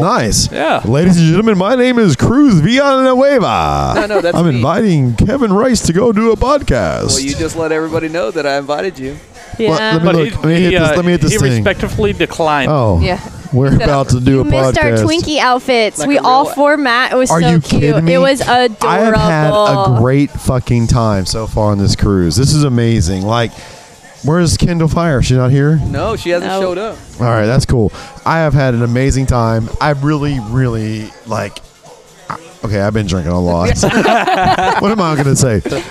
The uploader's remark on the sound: Day 2 of podcasting on the Vista Carnival cruise ship. Another short podcast from the ship with plenty of laughs.